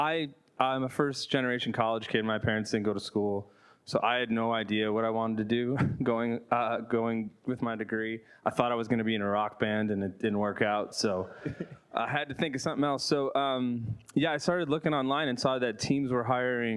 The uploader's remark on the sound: This episode was recorded in front of a live audience of Sport Oregon members at Wieden + Kennedy as our first-ever Sport Oregon Chalk Talk.